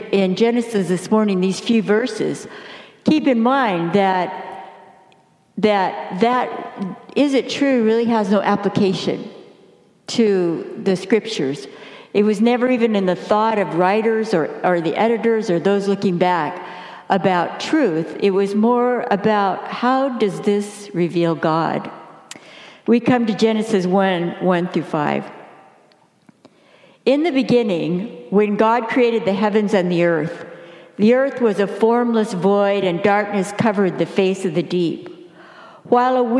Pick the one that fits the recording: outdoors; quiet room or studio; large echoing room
large echoing room